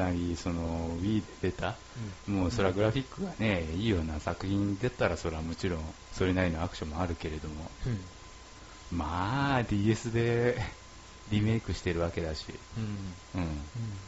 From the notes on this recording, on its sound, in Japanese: 音のチューニングが上手く行かず音質が悪いです